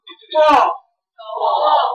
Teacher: ازاي في الطاء لساني كله يطلع فوق اما اقراه؟ طاء كل لساني طاء.